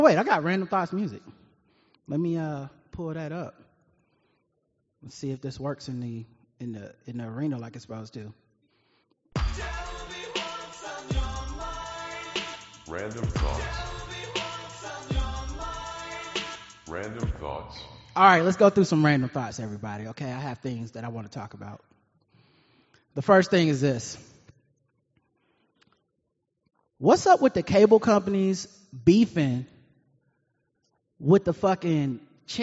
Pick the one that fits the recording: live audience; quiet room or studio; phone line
live audience